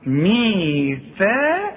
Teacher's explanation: في كتير ما يعرفوش يطلعوا الثاء دي، يقول لك ميثاقكم، ميثاقا، يا راجل هي الثاء مرققة لكن القاف مفخمة، اد كل حرف حقه في القرآن، ميثاقا، وبعدين الكاف مرققة، ميثاقكم.